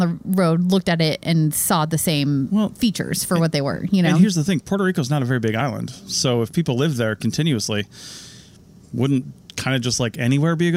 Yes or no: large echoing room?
no